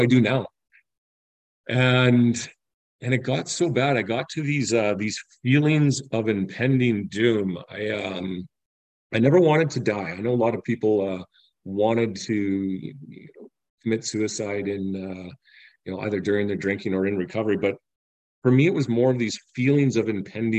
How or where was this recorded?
video call